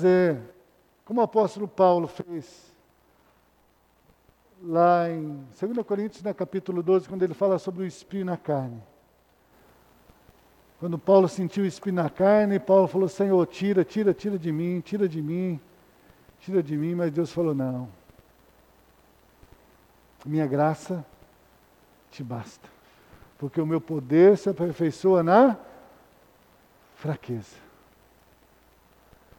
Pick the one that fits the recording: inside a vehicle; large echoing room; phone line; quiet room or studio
large echoing room